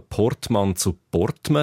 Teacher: in gewissen Dialekt wird zum Beispiel eben Portmann zu Portme, das Mann wird zu einem M